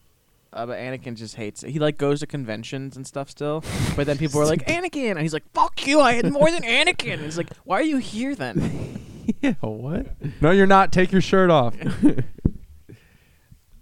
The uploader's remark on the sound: get together in person outside for the first time since the quarantine started with a couple of friends who are really bad at talking into the microphones